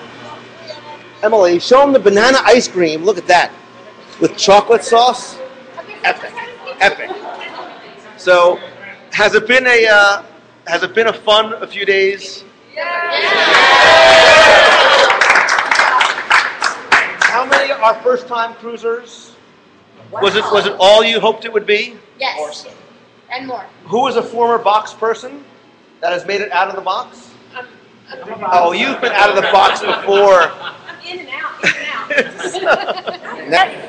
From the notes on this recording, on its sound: LIVE from the Disney Dream. WDW Radio Cruise recap and live broadcast.